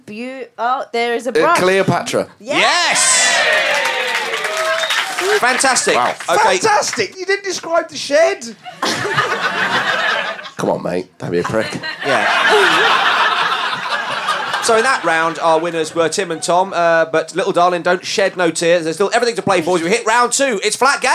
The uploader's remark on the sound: recorded at the Pleasance during the Edinburgh Fringe 2012.